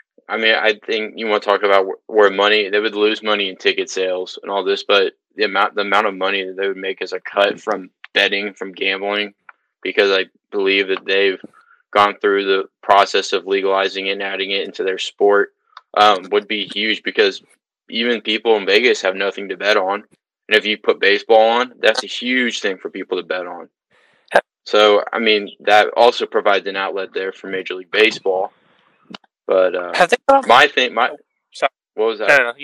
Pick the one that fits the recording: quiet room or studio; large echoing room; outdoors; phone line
phone line